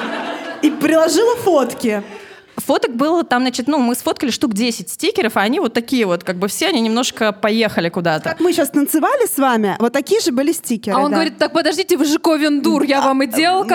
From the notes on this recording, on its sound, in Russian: У нас в ушах еще стоит шорох бумажных стаканчиков и ваш смех, как заготовка, звучащий именно там, где нужно, а сердце колотится от вида полного зала. Запись не способна передать всю любовь и тепло праздничного вечера, но часть их вы точно почувствуете.